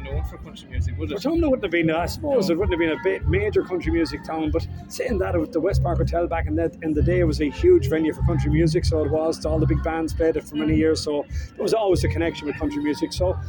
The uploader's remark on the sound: Prior to going on stage on the Friday night of the Tulla Music Festival. Broadcast from the Stand at Tulla GAA pitch as part of Tulla Music Festival.